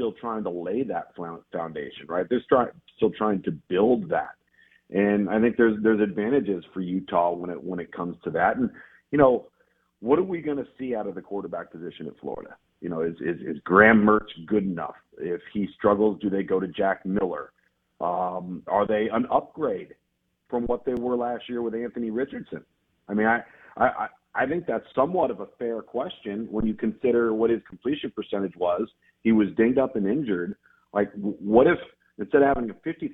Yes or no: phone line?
yes